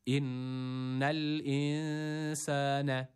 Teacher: buradaki sin harfini bir elif miktarı uzatırken ea arası bir ses veriyoruz. A sesini burada vermiyoruz. Çünkü sin harfi ince bir harftir. Bir elif miktarı uzatıyoruz.